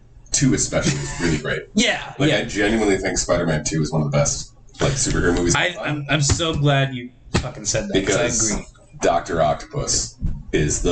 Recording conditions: poor sound quality